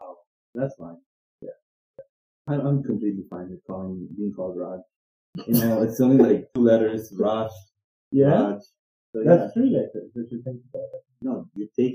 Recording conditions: poor sound quality